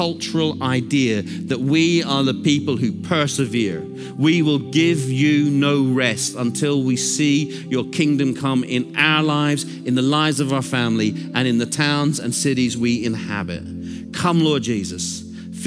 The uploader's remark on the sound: Recorded Live at Brookwood Church.